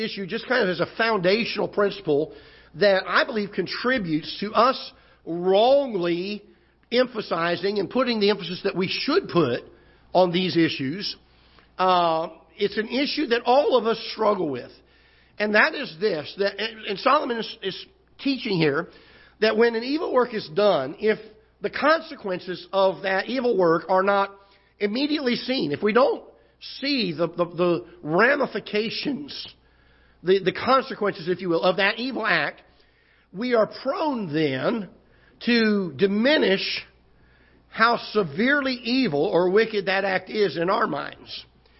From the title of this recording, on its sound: Ketha Heights Baptist Church ~ Live Broadcast